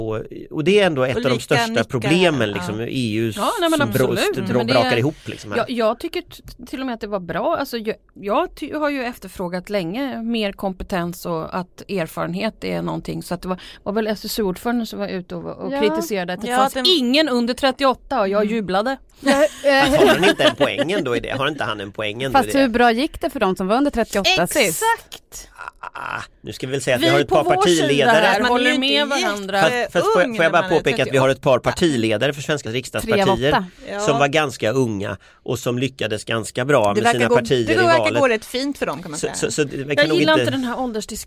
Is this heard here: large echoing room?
no